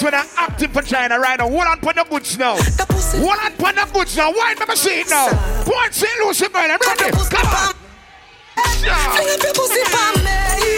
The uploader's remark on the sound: Fever Fridays - Port St. Lucie, FL 9/2/22 (LIVE AUDIO)